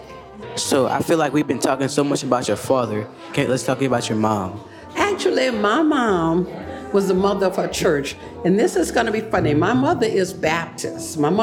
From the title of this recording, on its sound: Live at The Drew Drop Inn